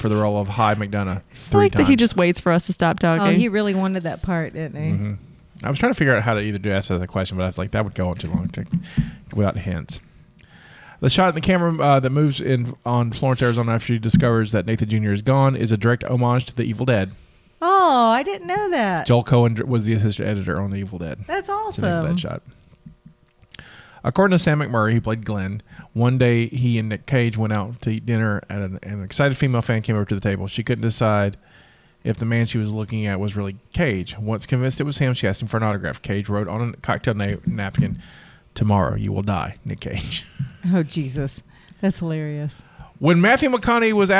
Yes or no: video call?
no